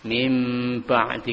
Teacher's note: makhraj mim dan ba adalah pada dua bibir, ba mim sama di situ, sehingga kita mudah untuk mengucapkan ketika nun sukun tadi ketemu dengan ba, nun sukunnya diganti dengan mim.